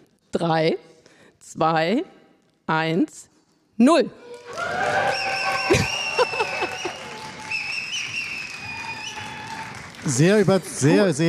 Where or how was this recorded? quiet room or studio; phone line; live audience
live audience